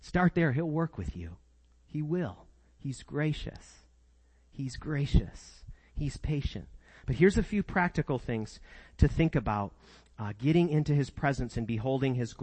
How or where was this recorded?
large echoing room